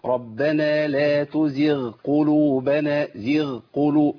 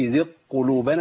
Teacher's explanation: لابد من بيان صوت الغين وفصل عن القاف · Shown in: first take · أقول ربنا لا تزغ قلوبنا زغ قلوب، ما قلتش زغ قلوبنا كده.